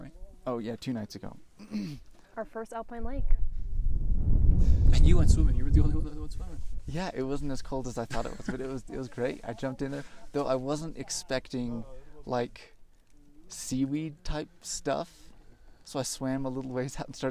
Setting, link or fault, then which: setting, outdoors